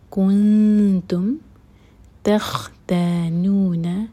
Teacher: کنتم تختانون، یہاں پر تا اور نون دونوں مد تبعی ہیں، دو دو حرکہ کھینچیں گے